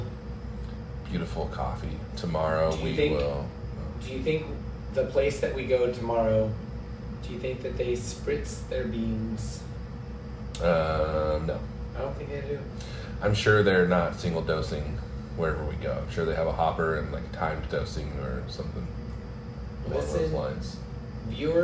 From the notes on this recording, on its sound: Pardon the noise: this episode was recorded to a single mic in a cheap motel room